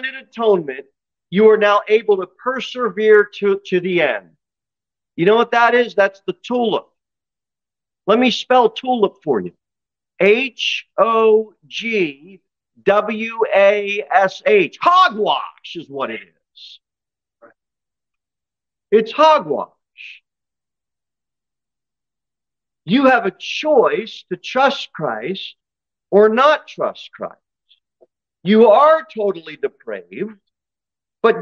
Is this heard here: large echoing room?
yes